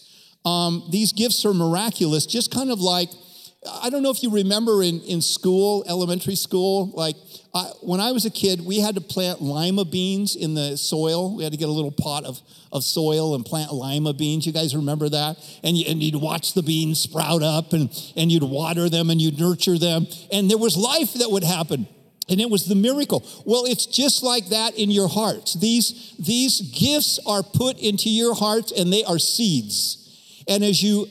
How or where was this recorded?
large echoing room